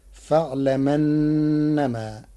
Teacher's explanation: قرأ ورش كلمتي فاعلم أنما بنقل حركة الهمز إلى الساكن قبله تخفيفا، فتصير فاعلمنما.